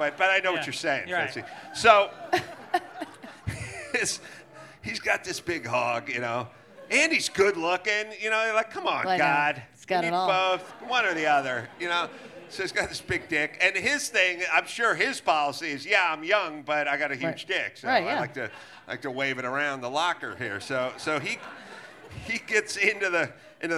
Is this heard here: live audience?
yes